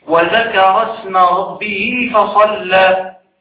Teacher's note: بالانتقال من الراء إلى السين من غير أي أثر بالهمزة · Term: همزة الوصل